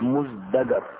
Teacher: وأصل الكلمة مزدجر بالتاء، والتاء حرف مهموس، والذاي السابقة لها حرف مجهور، فأبدلت التاء بالدال القريبة منها في المخرج، وكي تتناسب مع الزاي في الجهر، فأصبحت مزدجر.